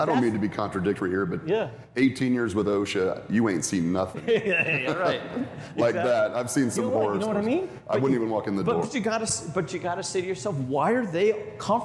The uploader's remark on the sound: MakeUSafe's live event recorded in Des Moines Iowa.